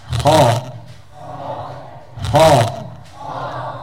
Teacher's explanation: Kalau ho maka arah huruf ini adalah ke langit-langit.